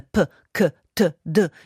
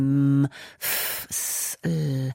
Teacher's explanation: abbiamo dei fonemi che sono occlusivi, quindi che scoppiano in un attimo, come p, k, t, d, che non possiamo cantare a lungo, e poi abbiamo dei suoni che sono continui, come m, f, s, l.